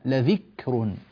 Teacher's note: امسك الكاف ثبتها جيدا ثم أخرج الهمس ثم انتقل إلى الراء · Term: الكاف هنا مهموسة